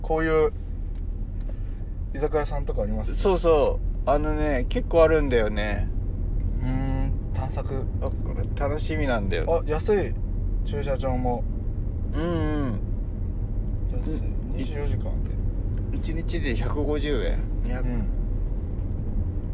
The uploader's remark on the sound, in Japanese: 早朝ドライブで、無駄なはなし。今回は初となる早朝収録。